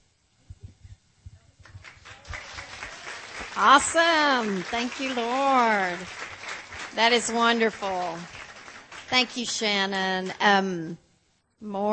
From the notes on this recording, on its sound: from the second session of our FREEDOM 2012 Women's Conference.